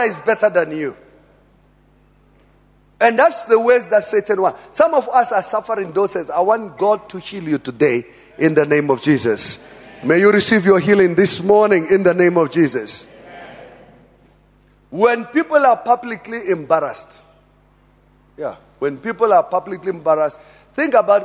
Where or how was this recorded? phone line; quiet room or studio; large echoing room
large echoing room